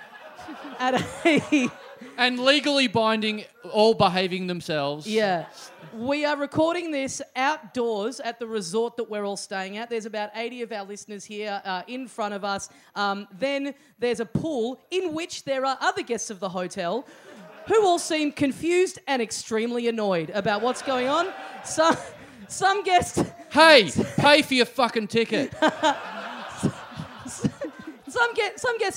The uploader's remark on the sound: Recorded LIVE at the OZO Chaweng Resort in Koh Samui on June 1, 2017.